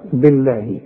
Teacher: بالله لفظ الجلاله مرقق علشان الباء مكسوره